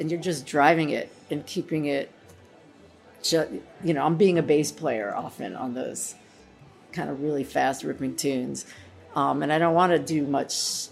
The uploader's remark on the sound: We recorded this at Clifftop!